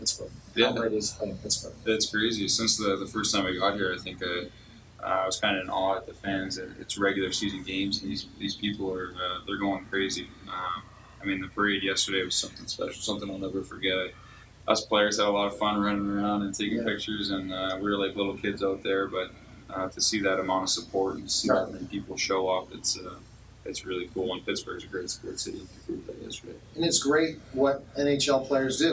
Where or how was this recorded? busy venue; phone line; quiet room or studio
busy venue